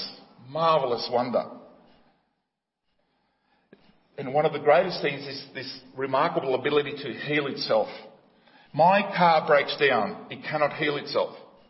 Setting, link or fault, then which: setting, large echoing room